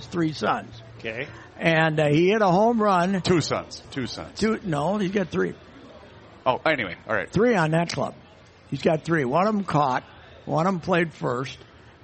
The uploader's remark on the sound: Broadcasting live from the MN State Fair.